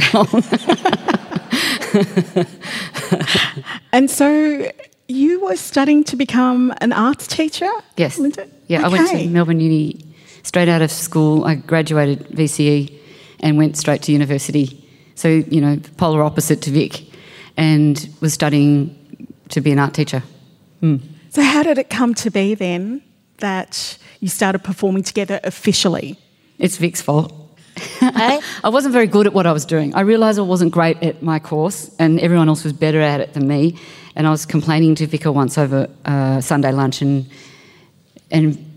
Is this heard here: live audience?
yes